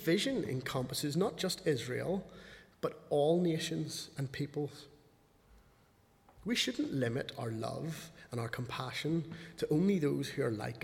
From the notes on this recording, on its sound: speaking at the 11 o'clock service